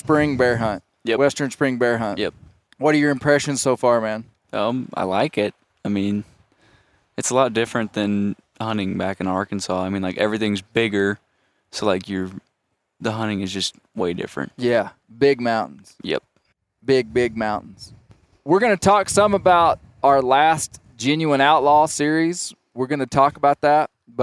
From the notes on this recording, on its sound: This is an in-the-field recording of the Bear Grease [Render]!